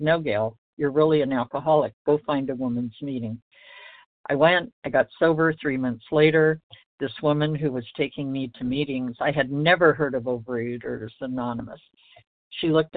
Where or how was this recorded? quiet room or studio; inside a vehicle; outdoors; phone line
phone line